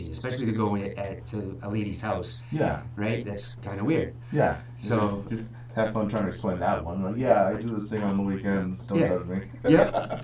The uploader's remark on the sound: For some reason theree is a small echo in the video, not sure why.